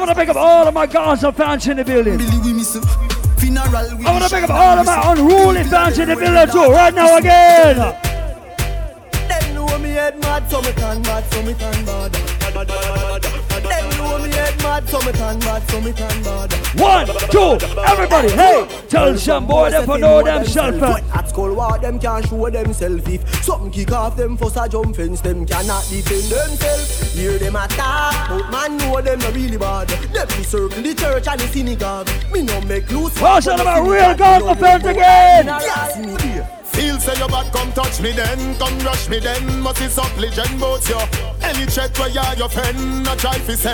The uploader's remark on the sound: LIVE AT PLATINUM SUNDAZE IN CAPE COD. Live audio segment from Platinum Sundaze in Cape Cod, MA on June 19th, 2016.